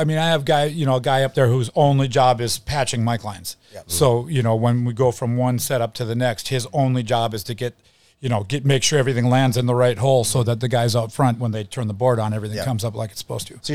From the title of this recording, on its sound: Live at Lakes Jam